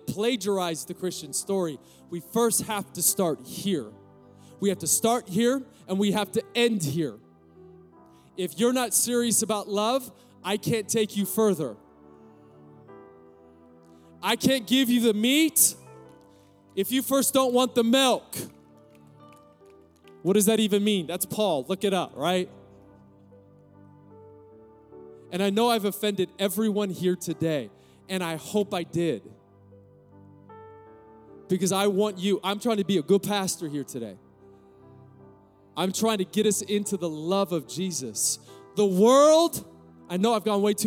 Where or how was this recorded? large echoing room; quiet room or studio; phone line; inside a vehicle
large echoing room